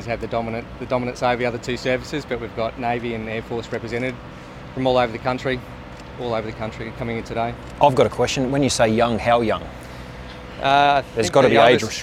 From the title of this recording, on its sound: 2022/23 Remembrance Day press conference